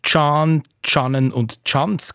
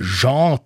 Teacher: Tsch am Anfang statt Je, weil wir Mühe haben offenbar mit dem äh, stimmhaften postalveolaren Frikativ · Shown in: first take